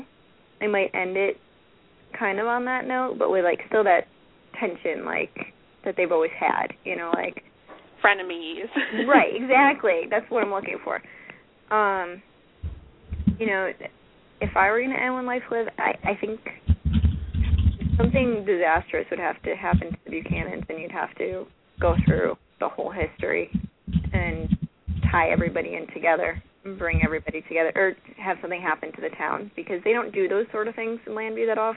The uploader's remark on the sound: we open the phone lines to the fans